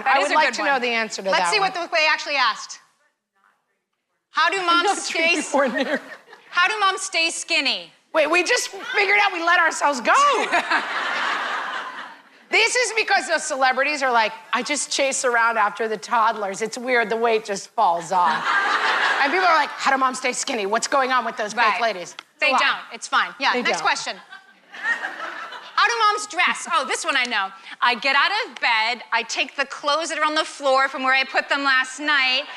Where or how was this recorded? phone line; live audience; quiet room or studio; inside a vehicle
live audience